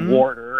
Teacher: warsper, with an extra R thrown in there · I hear a lot of old folks say warsh and things like warder, and so I hear that extra R get added occasionally · Term: R insertion